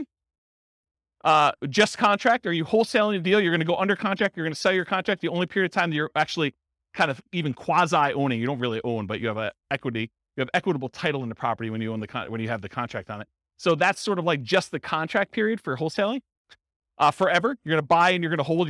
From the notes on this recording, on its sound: This was a live class recorded